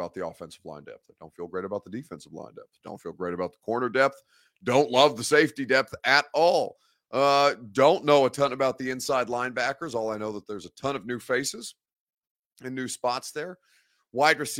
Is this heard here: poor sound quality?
no